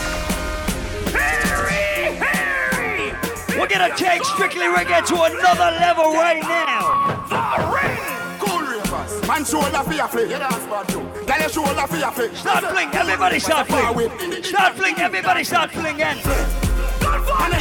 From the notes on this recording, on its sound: Live audio from Strictly Reggae in Boston.